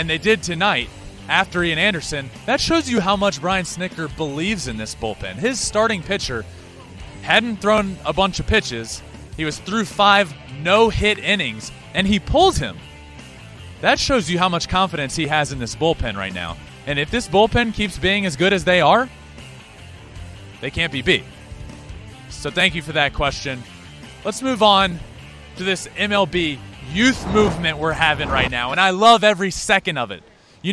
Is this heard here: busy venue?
yes